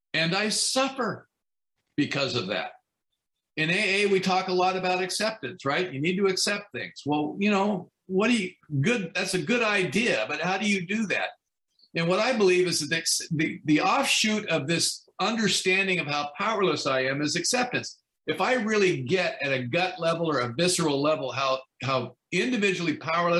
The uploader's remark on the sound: From Torrance California is sharing on the topic of Step 12 at the Broken Elevator zoom meeting.